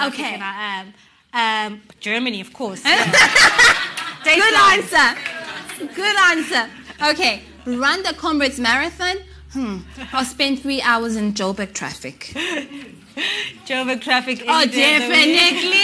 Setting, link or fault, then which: setting, live audience